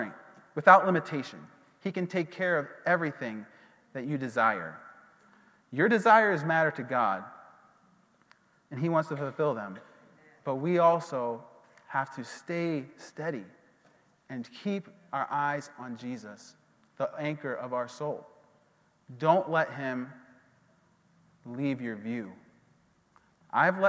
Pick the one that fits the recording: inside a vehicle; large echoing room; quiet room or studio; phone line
large echoing room